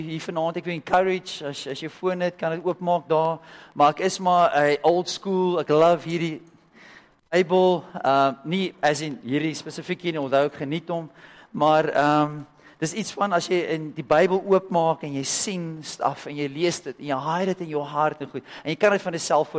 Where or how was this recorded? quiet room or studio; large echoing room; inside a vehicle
large echoing room